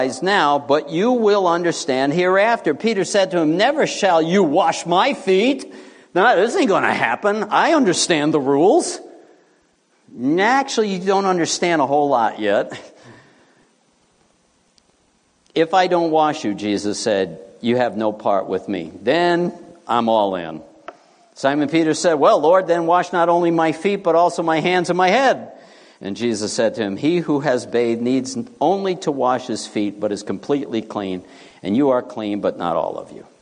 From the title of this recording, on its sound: Morning Worship